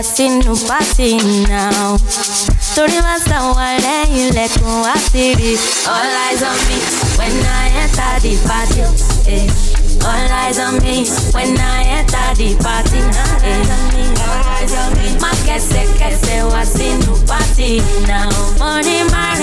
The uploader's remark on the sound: LIVE SET: THE AFTER PARTY DETRIOT FESTIVAL.